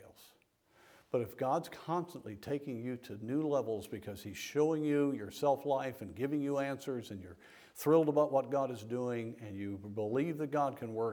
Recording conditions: large echoing room